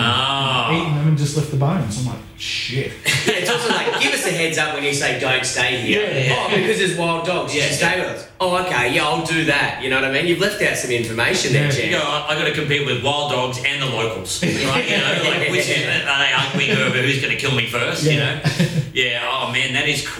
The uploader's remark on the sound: Apologies we had a few issues with the rode caster on this ep and had to use the audio from a camera